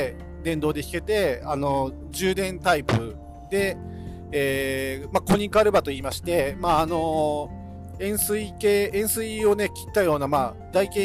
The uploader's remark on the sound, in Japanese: 高速道路走行中に収録したので、少し雑音があります。